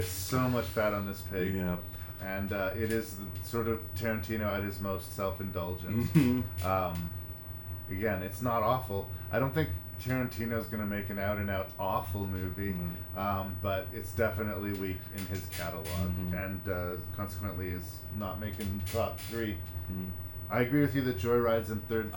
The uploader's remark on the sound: Returns for an attempted road trip recording. Sped down a Saskatchewan highway.. The recording quality reflects this but it is totally fun and easy on the ears.